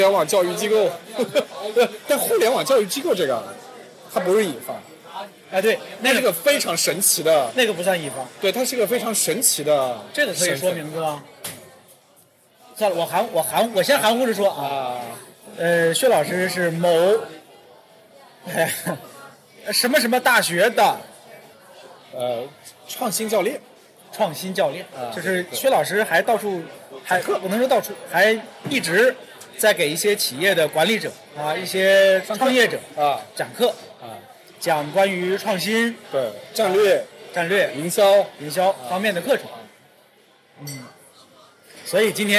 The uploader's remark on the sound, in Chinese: 这期节目是在北京某个嘈杂的酒吧录制，而且当时设备设置出了问题，导致录音质量不够理想。我尝试用各种降噪技术修复，才达到目前的效果。